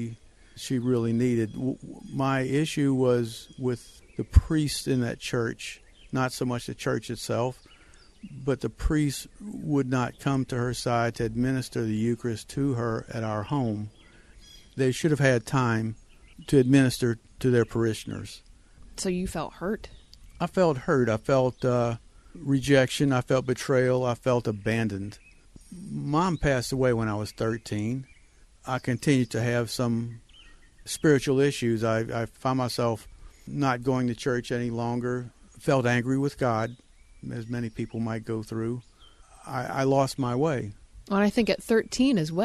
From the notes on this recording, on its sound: Due to the lock down we aren't EXACTLY on a trail, however my front porch and the 12 feet mic cords did the trick. Welcome to my front porch, the beautifully LOUD birds, and a story of renewal.